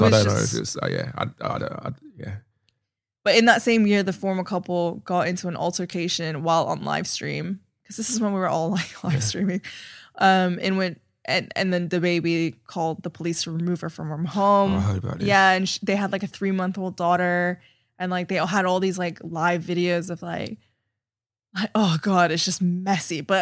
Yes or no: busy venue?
no